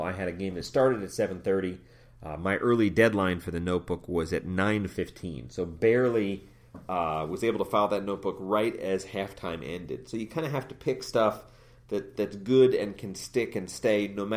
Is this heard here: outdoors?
no